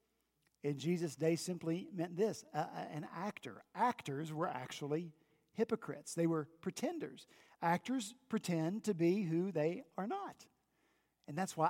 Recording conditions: large echoing room